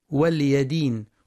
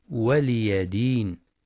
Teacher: والصواب ولي دين بكسر اللام وفتح الياء · Shown in: second take